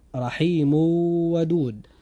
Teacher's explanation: هذا مثال على التنوين، فقد جاء بعد التنوين الموجود في رحيم حرف من حروف الإدغام بغنة وهو حرف الواو، فحدث هنا إدغام بغنة، فننطق هكذا: رحيم ودود.